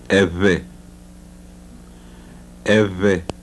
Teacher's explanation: the voiced bilabial fricative